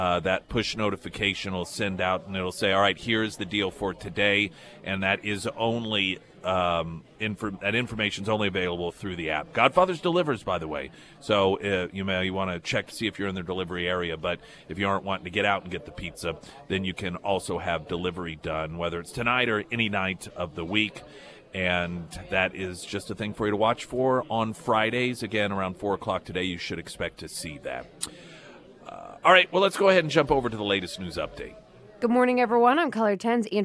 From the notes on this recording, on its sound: Live at Scramblers Diner for the Friday Road Show.